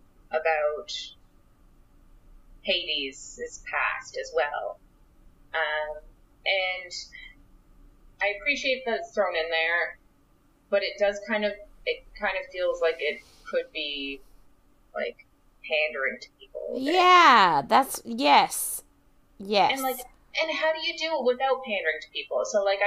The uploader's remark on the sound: Sorry about sound this week! We had a mic issue and didn't realise it!